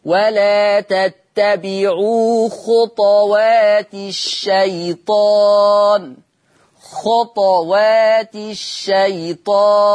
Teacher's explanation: طيب أيضا لفظ ولا تتبعوا خطوات الشيطان، حفص يقرأ على مستوى القرآن على وجه العموم هذا اللفظ بضم الطاء خطو. ورش يقرأ بسكون الطاء. طب وما الذي يترتب على سكون الطاء؟ مراعاة صفة القلقلة، مش ده شرط القلقلة سكون الحرف، فتقرأ خطا كأني بالضبط بوزن على كلمة أطا، فتقرأ ولا تتبعوا خطوات الشيطان، خطوات الشيطان هكذا.